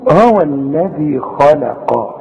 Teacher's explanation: اللام رفيعة ازاي بين الاتنين دول، بين الخاء المفخمة دي والقاف المفخمة